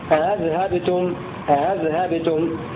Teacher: قرأ ابن كثير بهمزتين الأولى محققة والثانية مسهلة هكذا أذهبتم أذهبتم، باء هشام يروي بهمزتين الأولى محققة والثانية مسهلة أو محققة، يعني له في الثانية التسهيل والتحقيق هشام هكذا أذهبتم والثاني أذهبتم وجه الثاني.